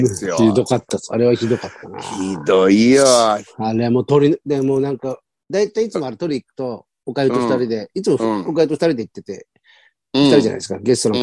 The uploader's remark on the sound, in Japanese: ZOOMで収録